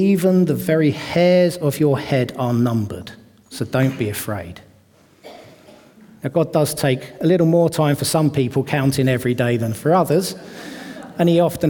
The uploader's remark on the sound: This audio was recorded at our venue in Great Denham on Sunday 18th February 2024.